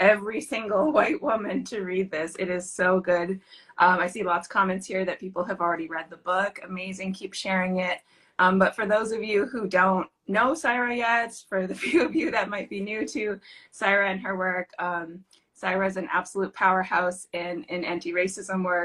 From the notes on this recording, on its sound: This conversation is a replay from an Instagram live interview